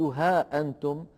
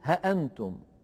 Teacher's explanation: ورش رحمه الله يقرأ هذه الكلمة ها أنتم من غير الألف التي بعد الهاء · Shown in: second take · فلا يقول ها أنتم بل يقول ها أنتم، ولا يترك هذه الهمزة ها أنتم محققة هكذا، وإنما له فيها أحد وجهين: الوجه الأول أنه يبدلها ألفا وبعدها نون ساكنة، فيتولد أيضا مد لازم كلمي مخفف، فيقول ها أنتم.